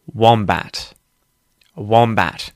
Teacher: So, there's no schwa here. Both syllables kind of get equal emphasis.